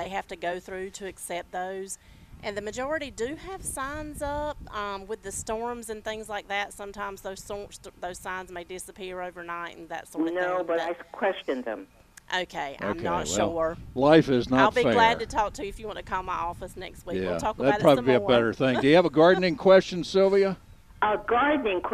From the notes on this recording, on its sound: broadcasting live from the North Carolina State Farmers Market